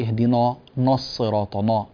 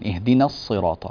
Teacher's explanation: النون ترقق ولا تفخم، بعدها صاد فتنبه · Shown in: second take · لا تقل اهدنا نصراطنا، اهدنا رقق النون، اهدنا الصراط.